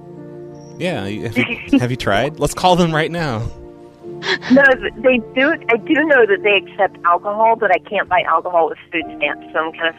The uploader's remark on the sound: …'s Personal Prank Phone Calls Collection.